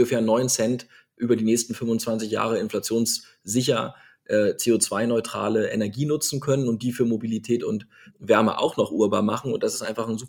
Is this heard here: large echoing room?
no